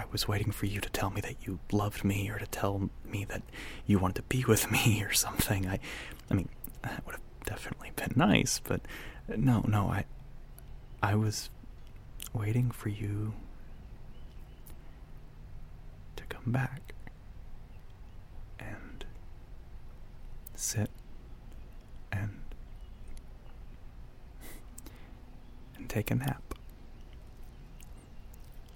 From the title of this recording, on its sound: Outdoors